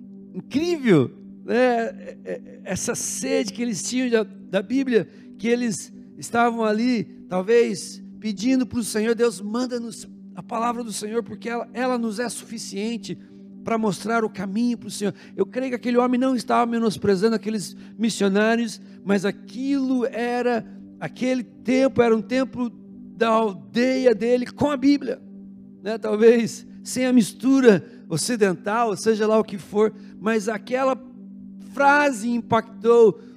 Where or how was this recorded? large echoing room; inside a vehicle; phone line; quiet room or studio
large echoing room